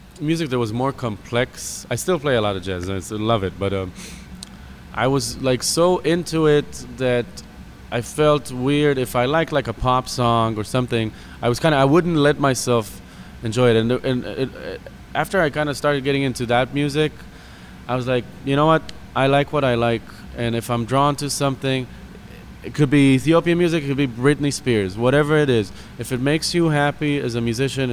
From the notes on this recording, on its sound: In their show at New City Brewery in Easthampton, part of the Planetary Party series by World Music Collider.